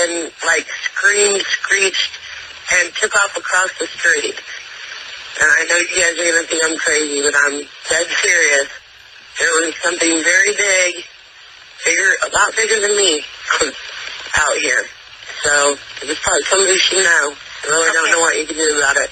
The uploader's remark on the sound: San Antonio police have released a 911 dispatch call reporting a Bigfoot sighting. The audio recording between a dispatcher and the homeless couple lasts more than eight minutes.